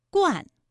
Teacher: 答案是惯，它的前鼻韵母是乌安